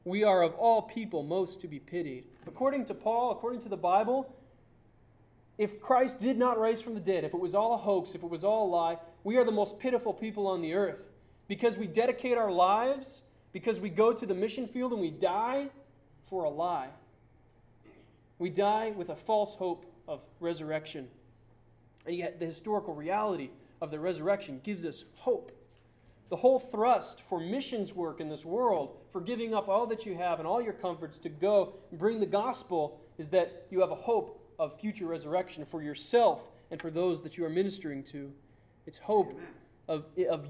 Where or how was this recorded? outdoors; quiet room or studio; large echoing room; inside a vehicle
large echoing room